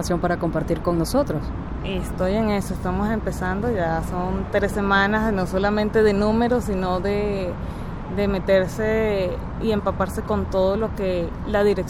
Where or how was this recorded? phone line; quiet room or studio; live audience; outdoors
outdoors